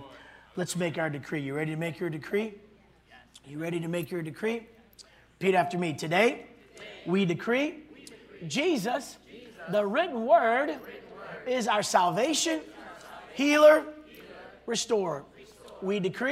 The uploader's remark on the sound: this was recorded on Saturday at Abundant Living Ministries